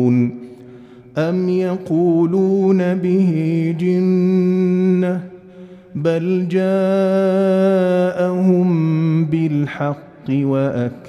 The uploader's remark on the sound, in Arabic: مسجل من صلاة التراويح بمسجد السلام بحي مشرفة بجدة.